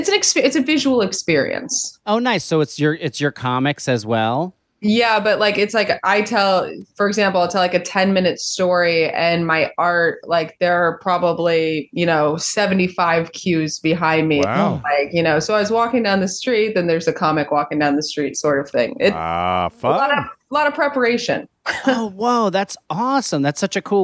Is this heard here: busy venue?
no